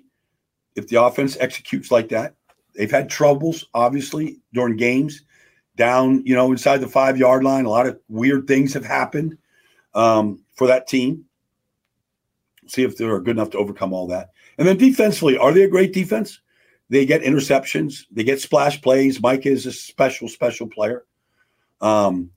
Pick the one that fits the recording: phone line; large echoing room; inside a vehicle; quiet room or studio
quiet room or studio